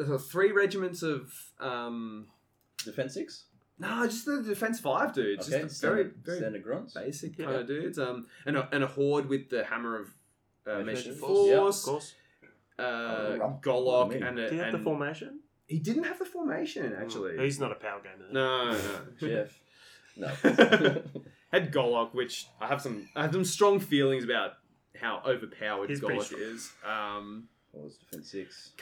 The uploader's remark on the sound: Aussie Cok 2024, Day 1! Audio quality will drop, and profane exclamations will be in abundance.